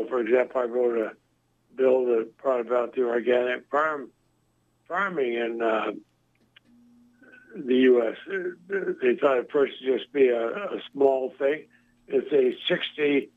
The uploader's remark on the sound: called into the show